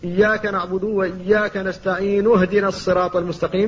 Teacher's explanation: أما إذا لم تبتدئ بهمزة اهدنا فستسقط لأنها همزة وصل تسقط في درس الكلام، فتقول إياك نعبد وإياك نستعين اهدنا الصراط المستقيم، فتنطق بالنون مضمومة وتسكن الهاء بعدها من غير همزة أصلا. وهنا لا بد من التنبيه على أن بعض الناس يخطئ فيها، فبعض الناس يثبتها في الوصل فيقول وإياك نستعين اهدنا الصراط المستقيم، هذا خطأ لأنه حقق الهمزة التي هي همزة وصل فقطعها، أتى بها همزة قطع.